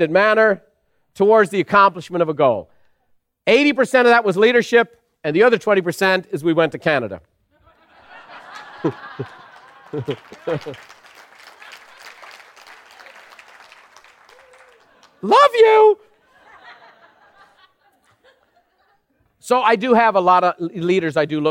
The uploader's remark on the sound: recorded live at Buffini & Company’s most elite event, The Peak Experience